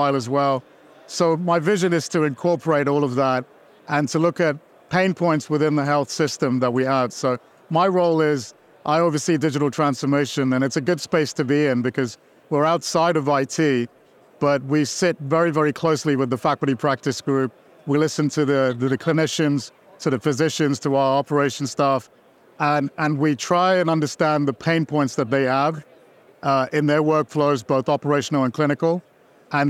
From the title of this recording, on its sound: Heard LIVE from the floor of Becker’s